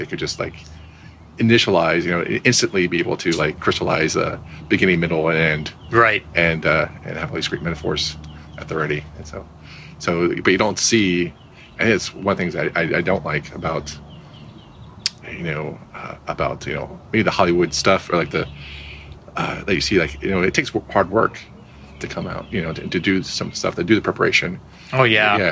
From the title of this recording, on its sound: Live from SXSW